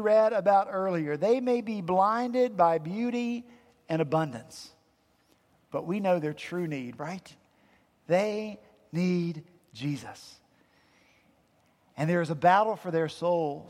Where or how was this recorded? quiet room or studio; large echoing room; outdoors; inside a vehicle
large echoing room